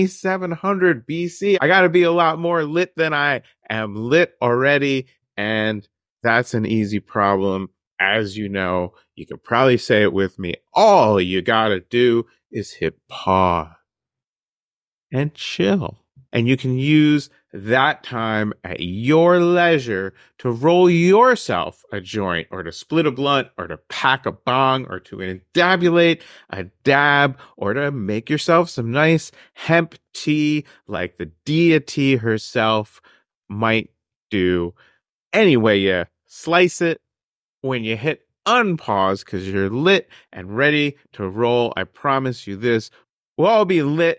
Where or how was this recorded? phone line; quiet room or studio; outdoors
quiet room or studio